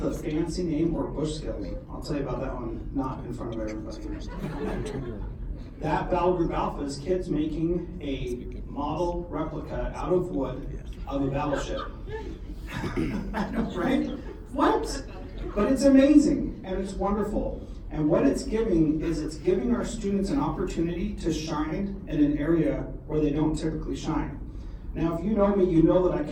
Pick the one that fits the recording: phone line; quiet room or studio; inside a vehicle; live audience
live audience